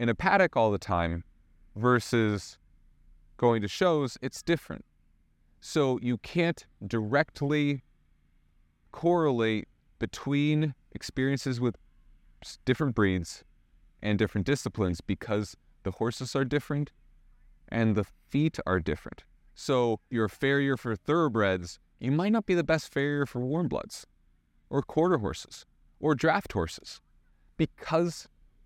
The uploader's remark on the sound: WALKING AND TALKING!